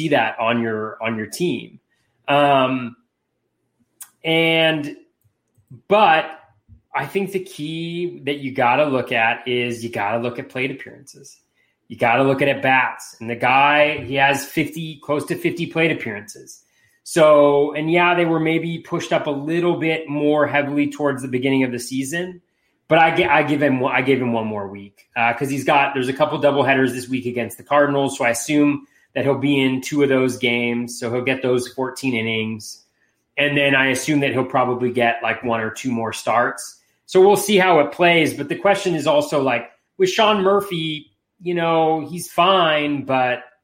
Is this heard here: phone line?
no